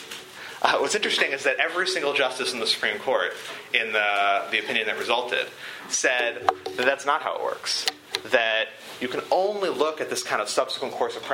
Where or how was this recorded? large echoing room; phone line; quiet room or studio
large echoing room